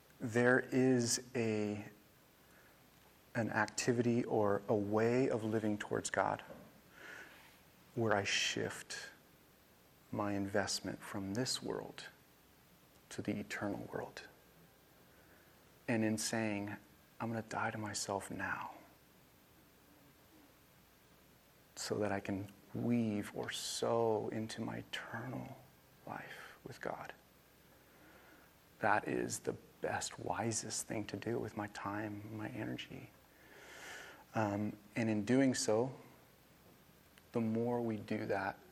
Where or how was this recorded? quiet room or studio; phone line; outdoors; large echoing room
large echoing room